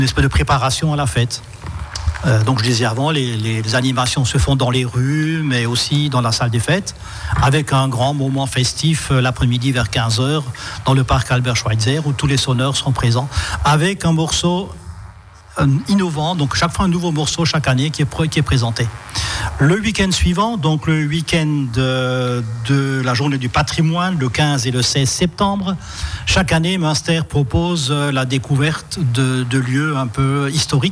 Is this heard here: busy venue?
yes